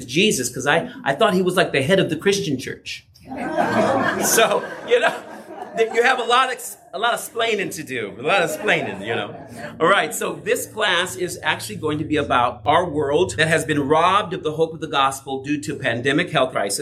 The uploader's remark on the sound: Breakout session for the 2024 MJAA Southwest Regional Yeshua Conference at the Irvine Marriott in California, for the Messianic Jewish Alliance of America, the organization of his synagogue.